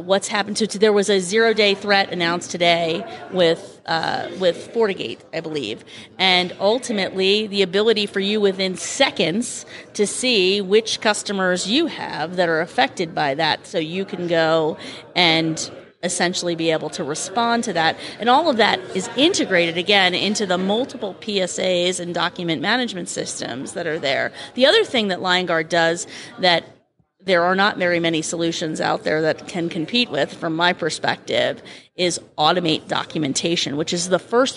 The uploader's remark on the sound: during the PAX8 Beyond 2023 conference